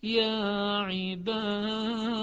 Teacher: طيب أما حفص فإذا وقف عليها يا عباد، لأن هي محذوفة أصلا، فيقف على الدال ساكنة ومقلقلة